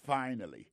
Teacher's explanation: Accent tombé sur le premier syllabe là.